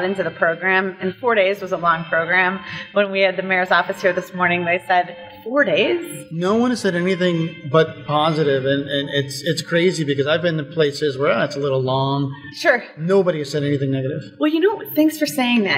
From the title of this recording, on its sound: Live From EsportsNext